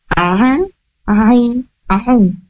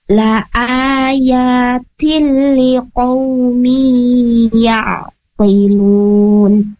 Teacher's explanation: huruf ain ini makhrajnya berada di wasatul halqi